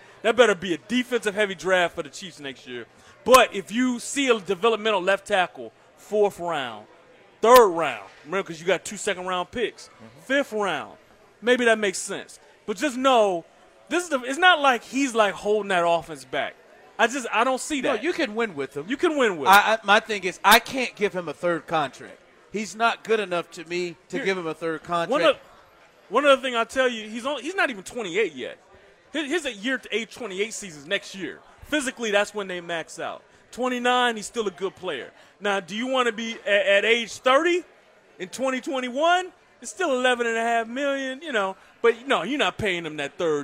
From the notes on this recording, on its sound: LIVE from Chicken N Pickle in the Northland